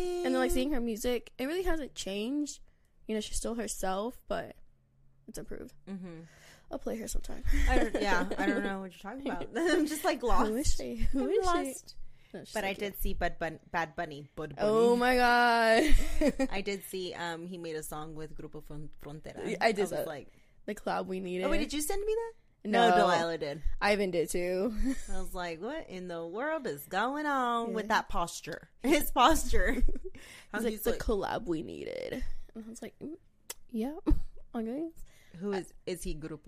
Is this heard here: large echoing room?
no